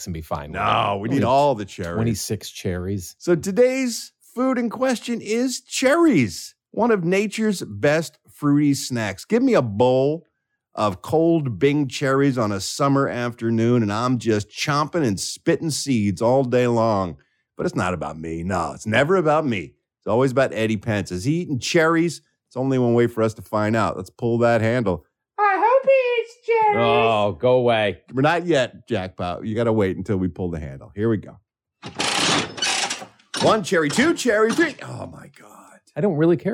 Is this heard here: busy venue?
no